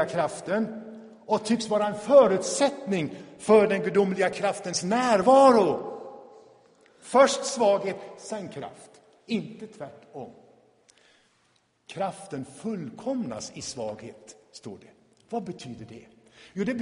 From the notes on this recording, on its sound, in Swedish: Inspelad i Tabernaklet i Göteborg 2017-05-21.